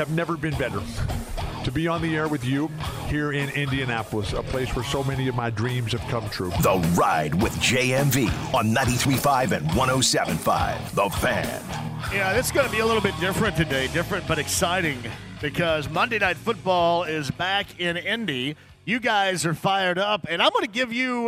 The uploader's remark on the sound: fires up the phone lines